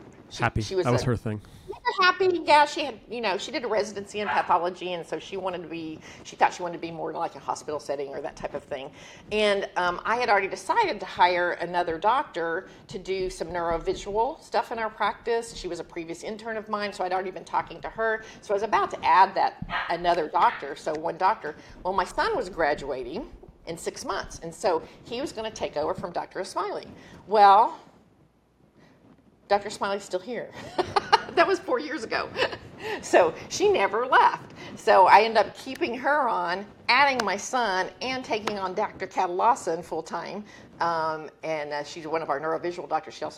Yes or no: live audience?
yes